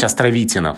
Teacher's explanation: Константин Васильевич Островитянов с ударением на «и»